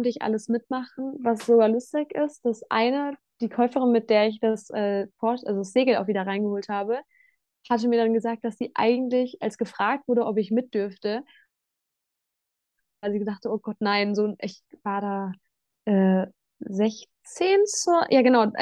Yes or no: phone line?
no